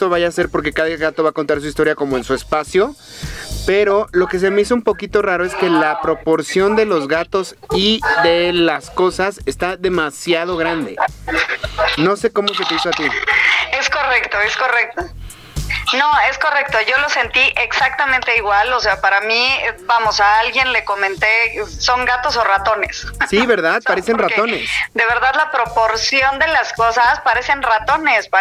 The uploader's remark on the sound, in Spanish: nos llamó por teléfono